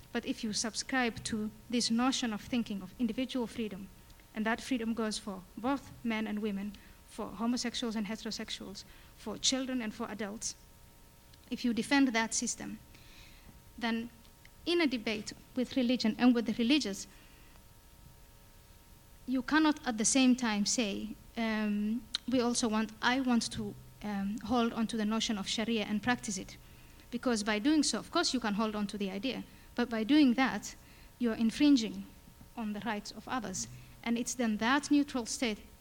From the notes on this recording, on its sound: Panel discussion at World Voices Festival 2008